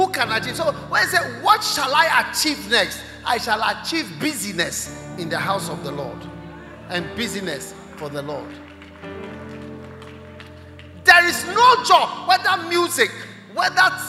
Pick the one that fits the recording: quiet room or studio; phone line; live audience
live audience